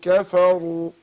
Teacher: أنا برقق الكاف والفاء وروح مفخم الراء